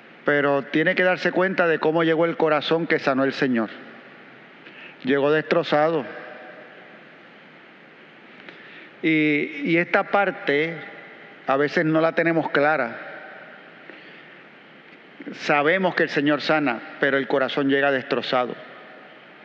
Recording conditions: large echoing room